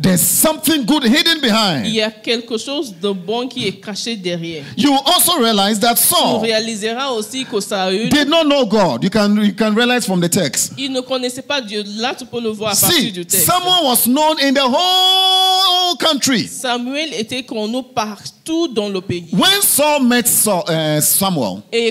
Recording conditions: large echoing room